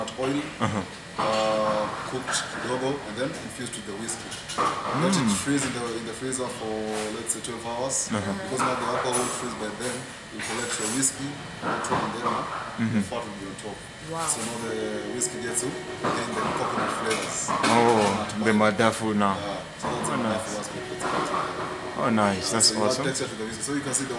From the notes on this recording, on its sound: We apologize for the quality of audio on this podcast.